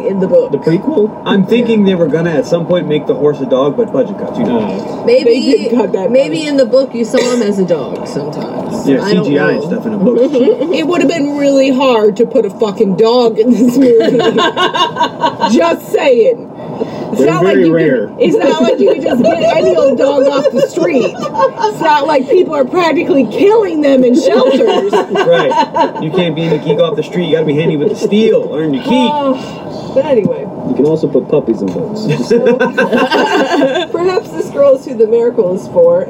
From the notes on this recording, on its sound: we had some technical difficulties and this episode is not the best